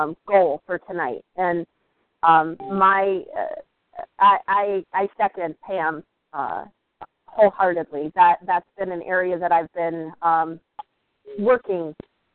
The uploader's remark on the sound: Team SAP Conference Call